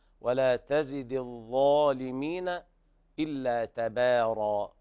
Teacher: تبارا لابد من ترقيق التاء والباء والراء بعدها مفخمة، ولا تزد الظالمين إلا تبارا هكذا.